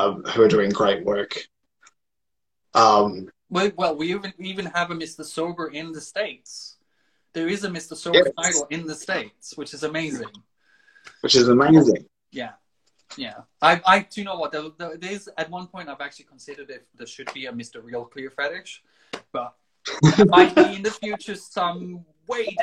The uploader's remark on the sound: Recorded on 15 August 2020 on Instagram Live